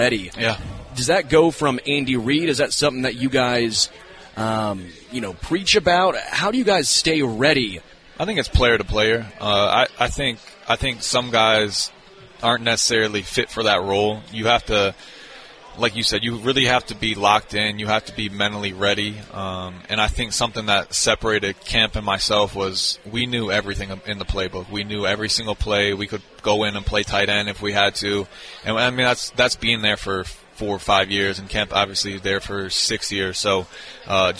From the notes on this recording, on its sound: LIVE from Hollywood Casino!